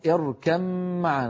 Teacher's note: المخارج للشفتين الواو باء ميم، فلذلك أغلب العرب يقولون اركم معنا، يدغمون الباء في الميم يعني يحولون الباء إلى ميم وينطقون ميما مشددة